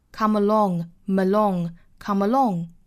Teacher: Come 和后面的 along 做连读，辅加元连读